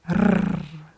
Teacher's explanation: das russische R wird mit der Zunge gerollt, sagt man. Und zwar mit der Zungenspitze. · Term: rollendes R